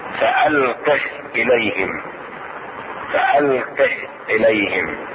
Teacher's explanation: هاء الضمير الساكنة والتي يكون قبلها متحركا ولا يمد بالمد بتاتا حتى ولو في الوصل